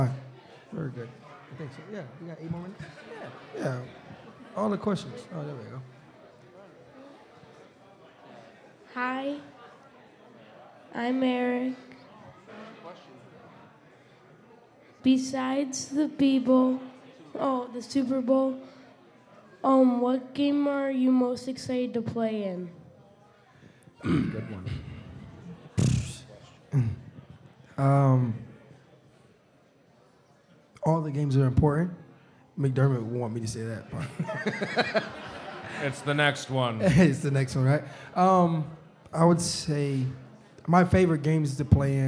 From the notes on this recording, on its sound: live from Mister’s Bar & Lanes in East Aurora, N.